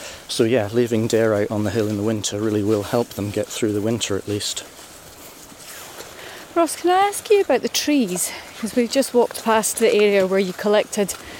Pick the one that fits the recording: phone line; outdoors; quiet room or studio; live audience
outdoors